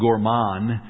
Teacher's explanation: I think you don't pronounce the D at the end. It's silent